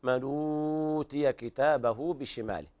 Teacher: قرأ ورش أيضا بثلاثة البدل، قرأنا بالتوسط 4 حركات